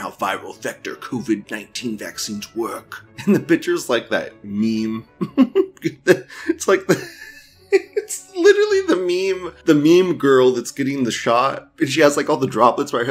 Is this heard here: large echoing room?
no